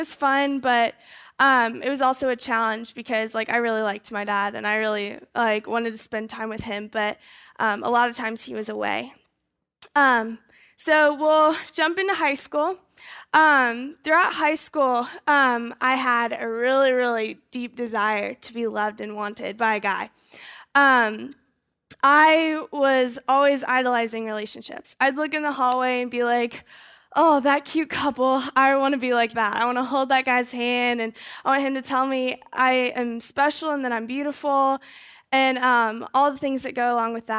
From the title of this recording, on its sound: GoldRush 2011 Seminar - Fellowship Hall E/F